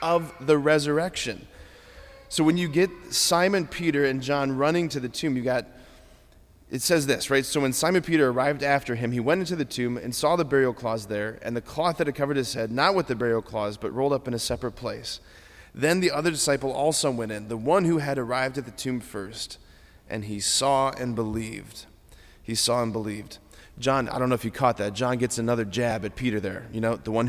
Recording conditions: large echoing room